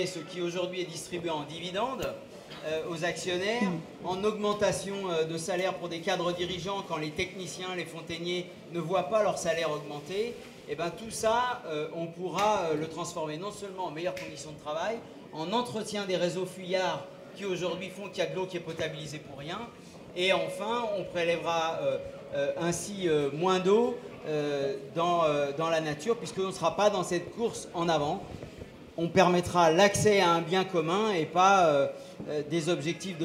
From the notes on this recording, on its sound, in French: en direct de la journée de l&#039;écologie de la France insoumise